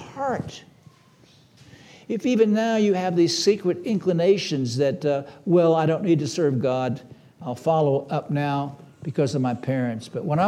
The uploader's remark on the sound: This sermon was preached on March 26, 2023 at Antioch Presbyterian Church. At Antioch Presbyterian Church, a mission work of Calvary Presbytery of the Presbyterian Church in America located in Woodruff, South Carolina.